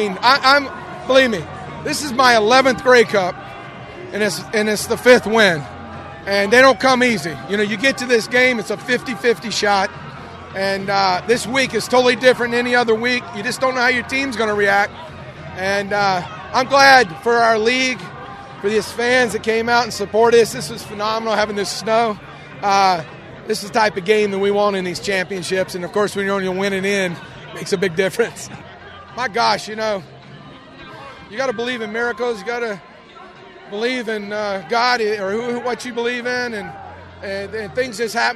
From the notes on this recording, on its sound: Grey Cup week in Ottawa. Hear live reactions from players and coaches on the field. Listen in on reactions at the CFL Awards.